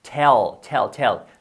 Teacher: La T súper fuerte, como en inglés que son todas las consonantes muy explosivas, che, y luego la L, muy la la la, así de esa forma.